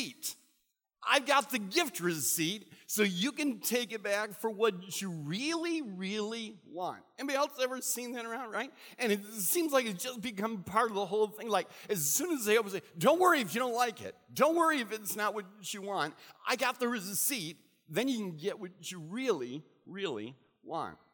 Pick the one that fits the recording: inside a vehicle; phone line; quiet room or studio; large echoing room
large echoing room